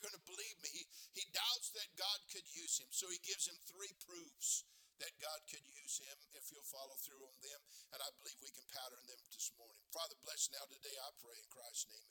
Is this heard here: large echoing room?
yes